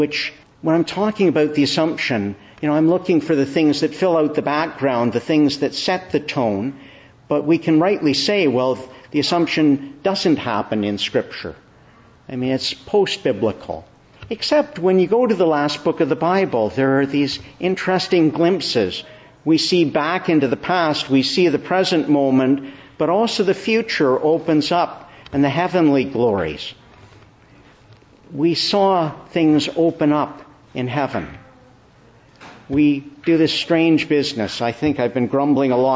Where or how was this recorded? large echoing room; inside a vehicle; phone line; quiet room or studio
large echoing room